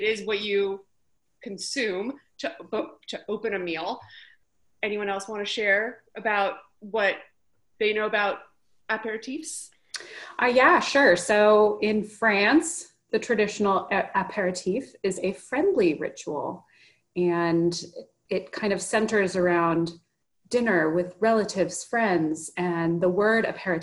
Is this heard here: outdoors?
no